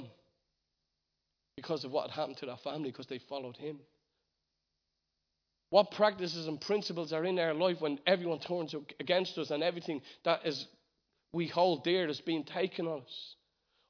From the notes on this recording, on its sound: Recorded live at Liberty Church.